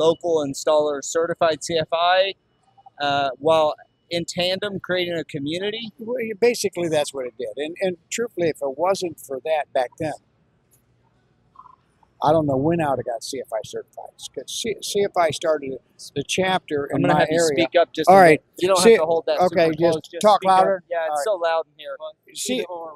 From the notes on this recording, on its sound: Live from TISE 2024. This week the guys are in beautiful Las Vegas, Nevada.